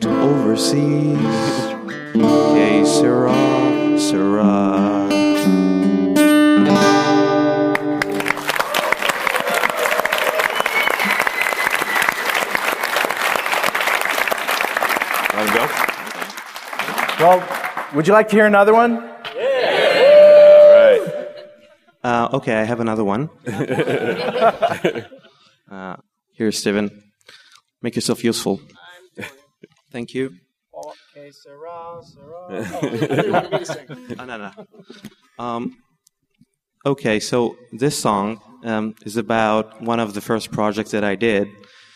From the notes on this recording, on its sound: On stage at TechEd Europe in Barcelona for this discussion about Agile methodologies.